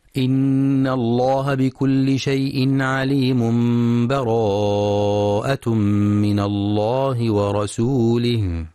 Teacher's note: وهو وصل آخر الأنفال بأول التوبة بدون بسملة مع مراعاة الإقلاب، أي قلب التنوين إلى ميم